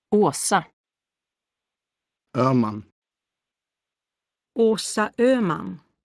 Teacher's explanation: The vowel sounds O, written as the letter A with an O on the top, and O with dots, both have lip rounding.